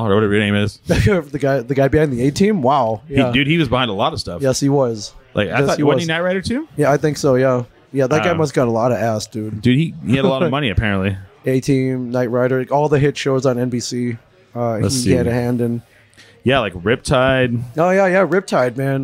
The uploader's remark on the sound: Recorded at Sidetrack Brewing (sidetrackbrewing.net)in ABQ NM.